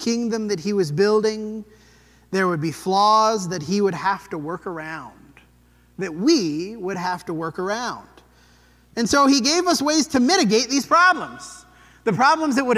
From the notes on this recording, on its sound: This sermon was preached at the Dewey Church of Christ on May 14, 2023.